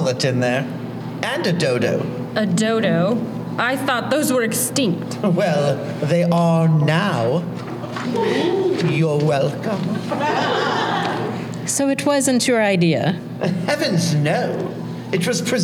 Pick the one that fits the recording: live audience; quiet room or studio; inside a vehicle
live audience